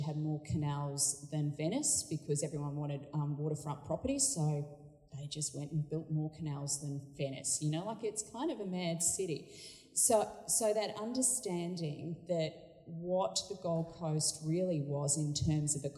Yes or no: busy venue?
yes